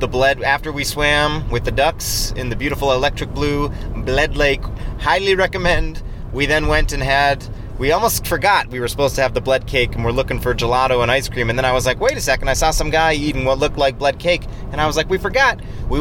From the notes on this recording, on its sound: record live from Slovenia while driving